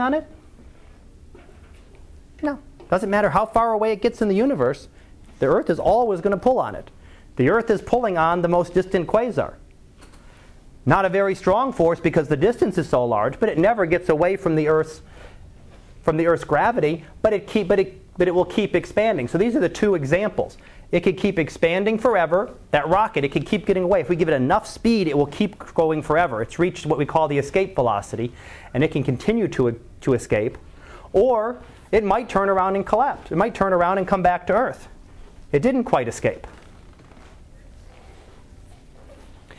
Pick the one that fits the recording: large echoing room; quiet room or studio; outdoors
large echoing room